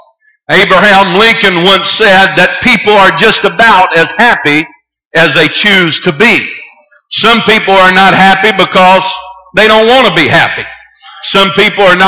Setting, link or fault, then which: setting, large echoing room